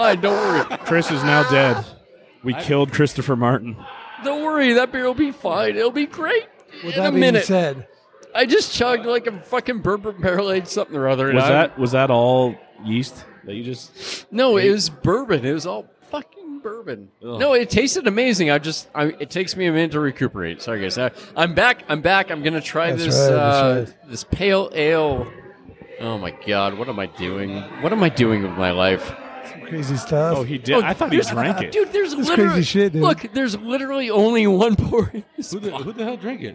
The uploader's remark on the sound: Record on location during the most EPIC event. The Trifecta Bottle Share Hosted by The Craft Lounge, Hip Hop Craft, Beer Thug Life and Louie's Liquor! Located in Beaumont, CA.